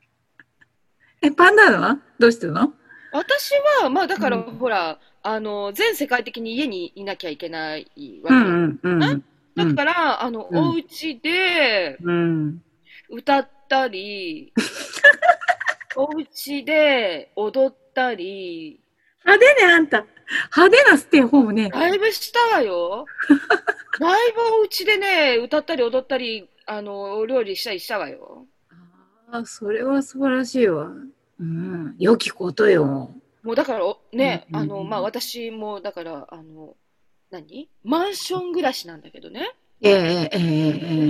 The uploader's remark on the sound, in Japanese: リモート収録